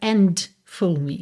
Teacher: Percebe que você não ouve esse D com clareza.